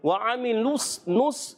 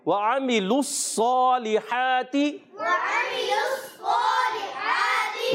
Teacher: نون کی آواز ناک میں جائے گی غلط ہو جائے گا · Shown in: first take